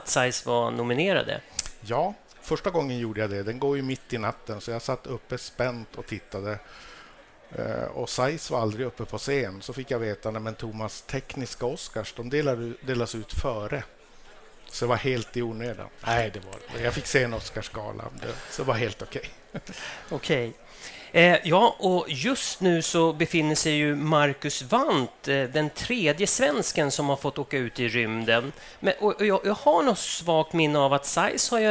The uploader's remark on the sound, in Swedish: Ett exklusivt liveavsnitt av OptikerPodden. Sänder vi LIVE från Optikmässan 2024 på STOCKHOLM WATERFRONT CONGRESS CENTRE!